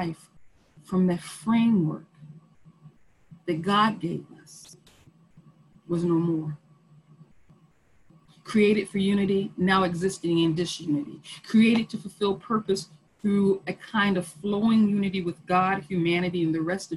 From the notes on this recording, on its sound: Our zoom streamed service. Internet went down at about the 44 minute mark, so the sermon ends abruptly unfortunately.